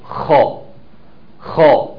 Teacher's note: لما نيجي ننطق الخاء بالذات ان احنا نعمل فيها صوت زي تشخير كده